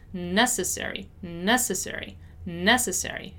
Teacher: Notice how the stressed syllable, the strongest syllable is ne.